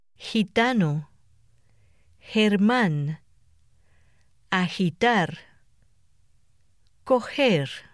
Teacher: The letter G has three distinct sounds. Before E and I, it is pronounced like a forceful English H in hat.